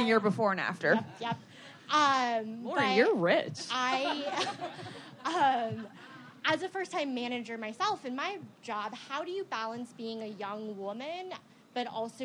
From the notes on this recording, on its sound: The I don’t get it girls take it live! They answer questions from the audience.